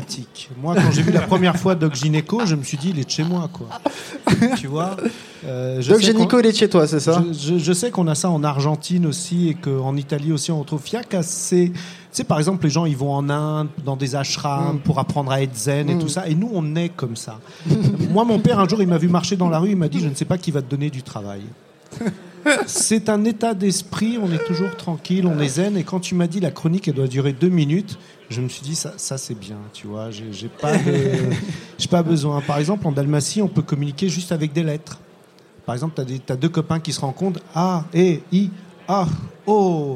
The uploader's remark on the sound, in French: Elle a été enregistrée en LIVE au Charolais Club de Ground Control dans le cadre de la journée de l'Europe !